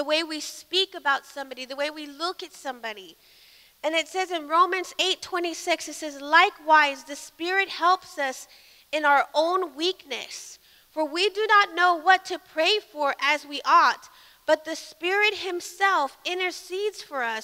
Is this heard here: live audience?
yes